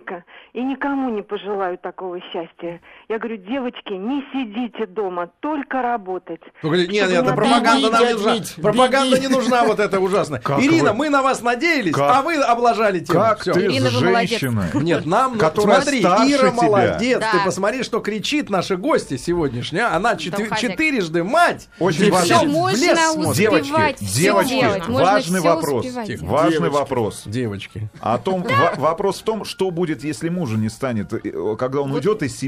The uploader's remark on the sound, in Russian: В студии. По телефону.